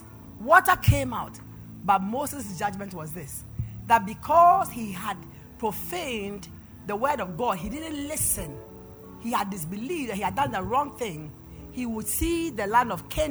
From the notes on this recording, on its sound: PREACHED AT THE LIBERTY SANCTUARY OF THE LORDS GARDEN MINISTRIES